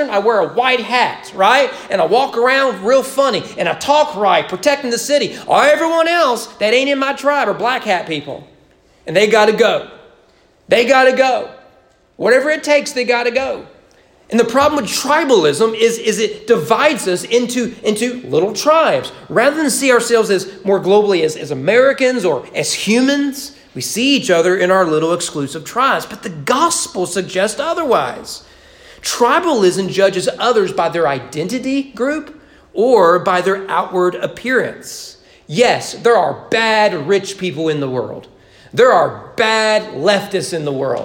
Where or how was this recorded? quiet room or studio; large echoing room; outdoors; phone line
large echoing room